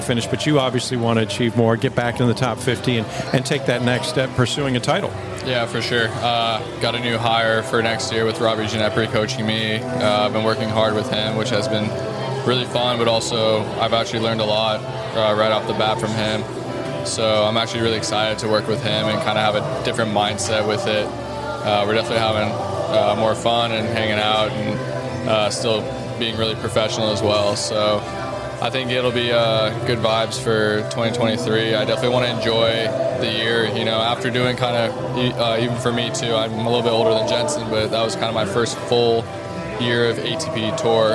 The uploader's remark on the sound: A three-day tennis event held in Waikiki, Hawaii. This interview was recorded in the lobby of the Outrigger Reef, which was the 2022 Official Resort & Hotel Partner of the Waikiki 株塾 Cup.